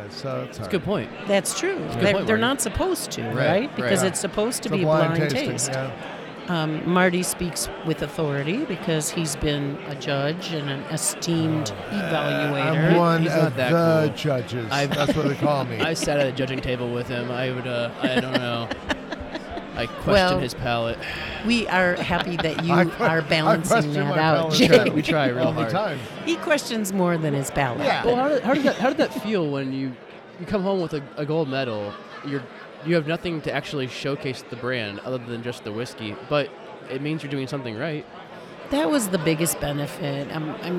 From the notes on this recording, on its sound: live at Wisconsin Whiskey Fest